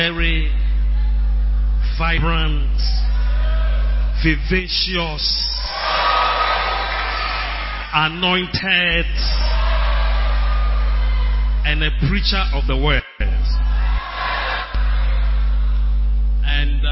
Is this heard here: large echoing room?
yes